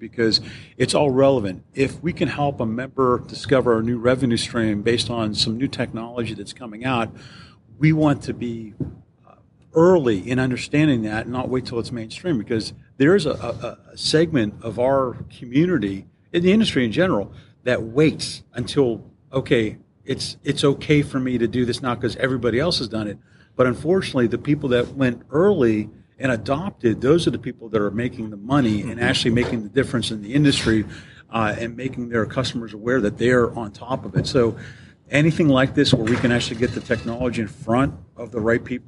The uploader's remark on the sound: Live from ASCII Edge. Live from the ASCII Edge event in Clearwater, FL.